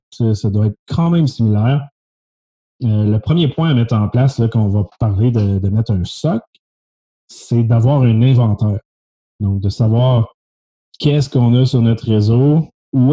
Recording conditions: video call